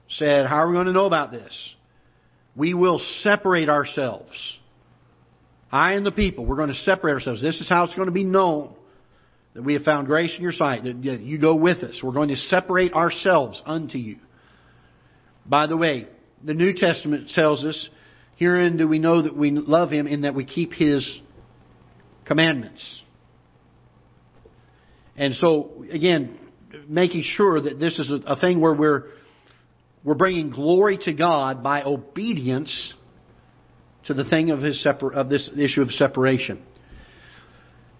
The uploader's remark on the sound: Ketha Heights Baptist Church ~ Live Broadcast